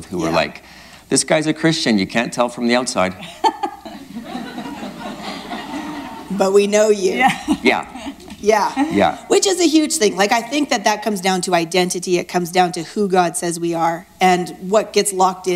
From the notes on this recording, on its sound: live at Victory Church Grande Prairie